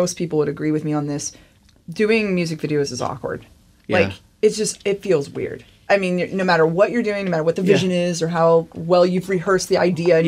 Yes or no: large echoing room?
no